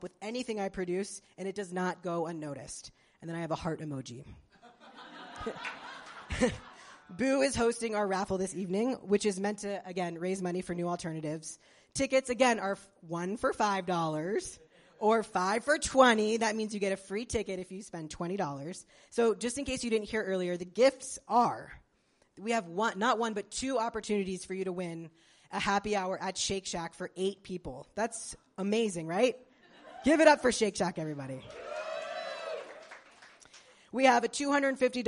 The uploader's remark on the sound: Thank You For Coming Out LIVE Season 5 Party. Thank You For Coming Out podcast, produced by Gay City News, celebrated five seasons with a can’t-miss party at Brooklyn Comedy Collective. Our live interview.